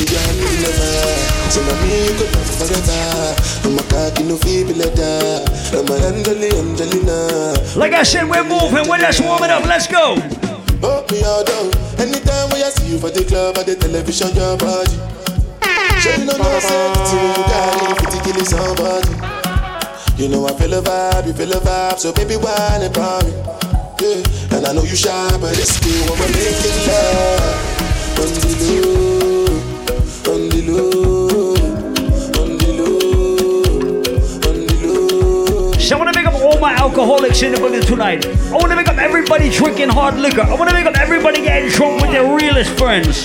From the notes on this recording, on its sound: Live audio recording of my set at Island Saturdays on Nov 26th.